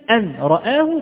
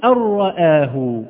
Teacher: ولكننا إذا حققنا الإضغام فعلا نلاحظ أننا نقول أن رآه، ارتفع مرة واحدة فقط للراء ولم يرتفع للحرف المدغم وللحرف المدغم فيه. · Shown in: second take · فإذا حققت الإدغام فعلا فمعنى ذلك أن اللسان سيرتفع مرة واحدة لهذا الحرف المشدد وننسى هذا الحرف المدغم.